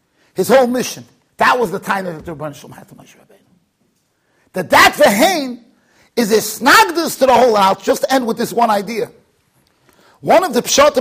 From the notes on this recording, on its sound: Shiur recorded in Yeshivas Ohr Reuven, Monsey NY.